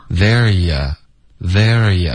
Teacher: There ya, you,我们弱读为 ya